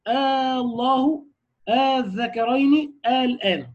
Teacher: الإبدال وهو المد ست حركات للألف المبدلة من همزة الوصل لوجود السكون الأصلي بعد الألف المبدلة